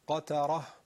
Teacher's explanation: حالا وقف شده، وقف ابدال میگن، تبدیل به ه میشه